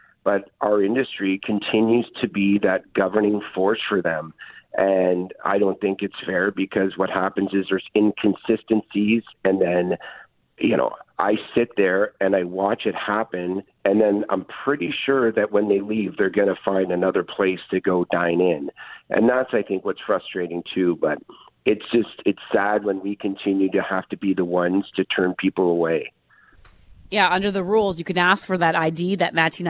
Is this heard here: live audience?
no